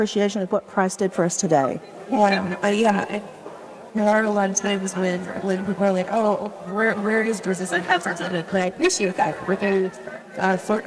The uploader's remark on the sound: at the LCMS Youth Gathering in Houston